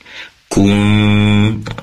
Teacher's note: Kemudian kun fayakun, nun sukun bertemu dengan fa, tentunya ikhfa hakiki. Kun, dengung pertama adalah di khoysum atau di pangkal hidung